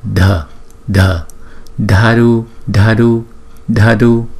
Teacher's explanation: Chúng ta để cái lưỡi gần cái răng chúng ta đọc là dh